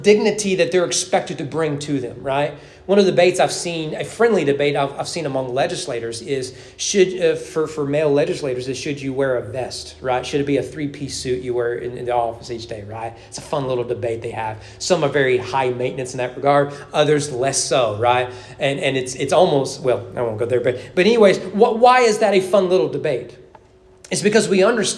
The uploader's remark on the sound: Sermon preached at East Frankfort Baptist Church on July 30, 2023 during evening worship